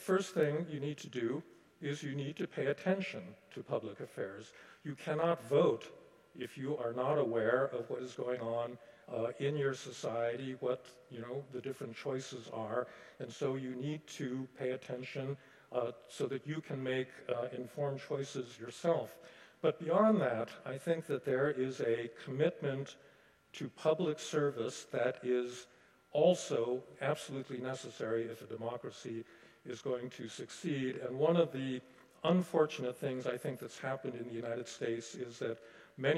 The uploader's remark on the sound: Delivered the convocation, “The Global Challenge of 2024,” at Carleton's Skinner Chapel on Friday, January 26.